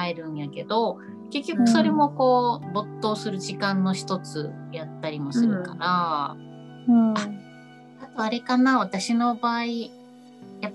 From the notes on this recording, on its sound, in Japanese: リモート収録でお届けします